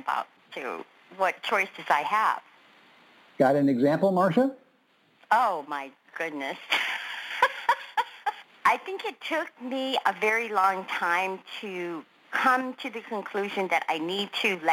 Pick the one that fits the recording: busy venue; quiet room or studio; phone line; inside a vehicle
phone line